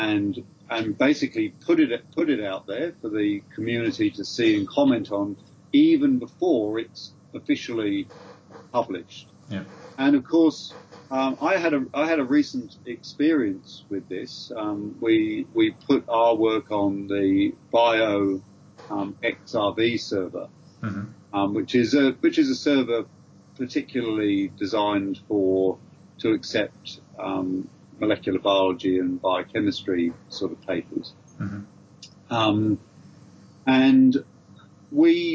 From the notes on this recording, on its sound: A cozy fire-side (ok, skype) chat